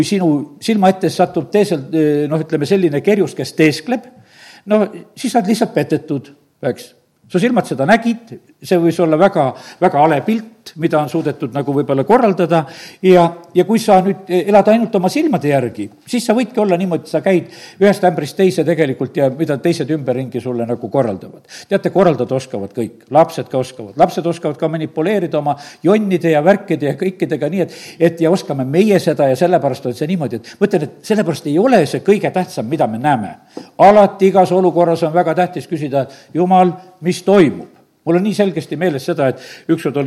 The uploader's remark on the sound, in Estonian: Audio salvestus koosolekult